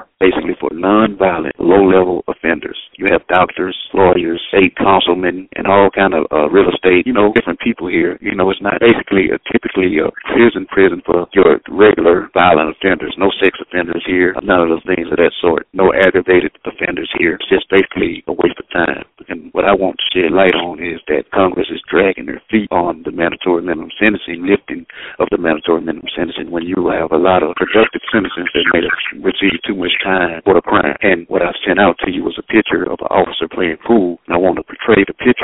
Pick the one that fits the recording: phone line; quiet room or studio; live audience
phone line